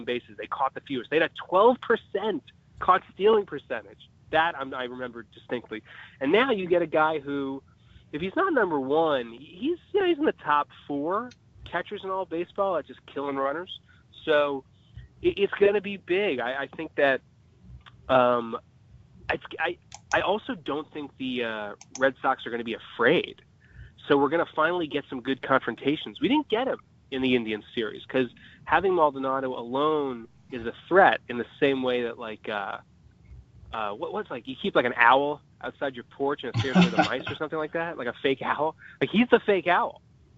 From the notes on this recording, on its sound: on the phone line